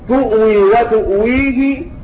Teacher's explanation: فيقرأ أبو عمرو تؤوي وتؤويه بتحقيق الهمز